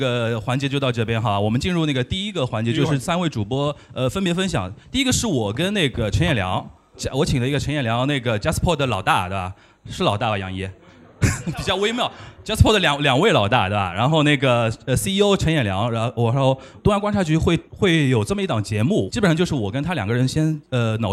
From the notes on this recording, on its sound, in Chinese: 6月20日下午《东亚观察局》联合JustPod举办了节目上线一周年感谢祭活动，100名节目听友来到现场，听三位主播的特别分享并且提问互动